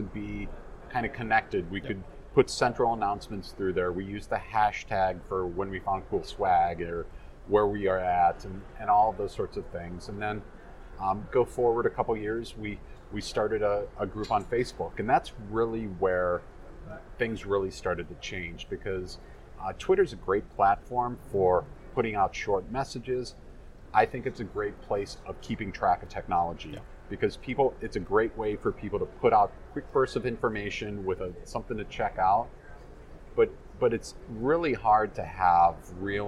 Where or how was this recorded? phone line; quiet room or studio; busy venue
busy venue